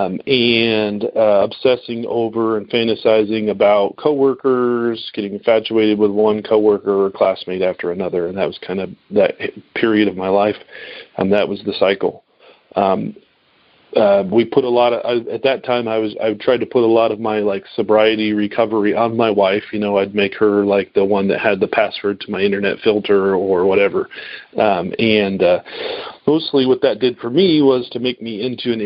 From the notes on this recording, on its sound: Noon Phone Speaker Meeting